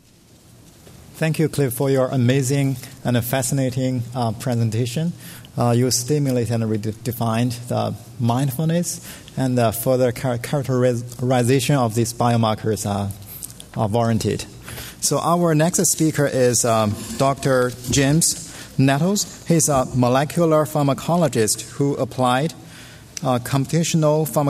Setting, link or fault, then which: setting, large echoing room